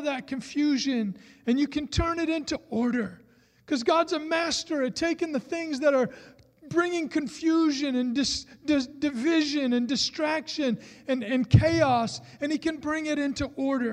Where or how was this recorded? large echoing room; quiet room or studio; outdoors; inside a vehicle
large echoing room